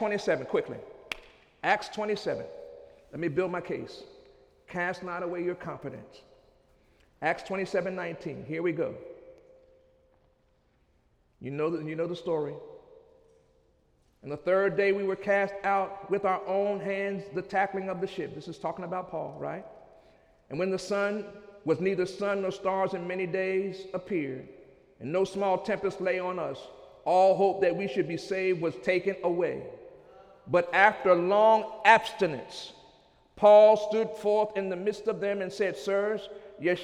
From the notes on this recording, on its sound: During Sunday morning service on July 5, 2015